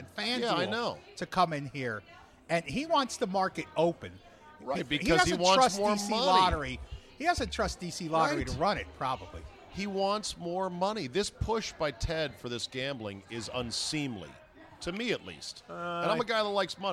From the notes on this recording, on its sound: RECORDED LIVE at DC PRIME STEAKS in Ashburn VA.